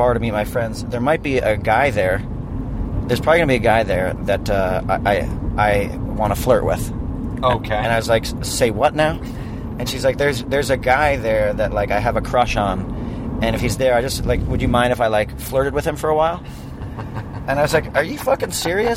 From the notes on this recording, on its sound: Just toured the Midwest. They recorded as they drove from town to town.